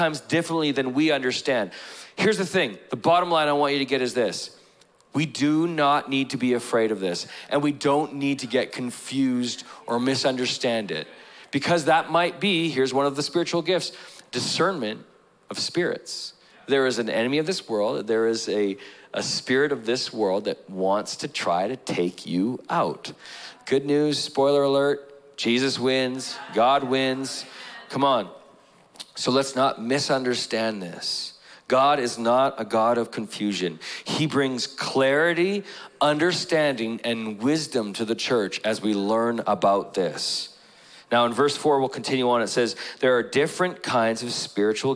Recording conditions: large echoing room